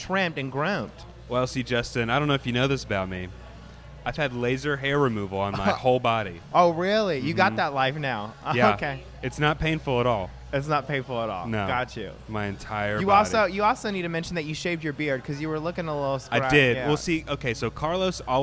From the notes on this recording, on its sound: live from their favorite barbershop, Floyd's 99 Barbershop in West Village, Dallas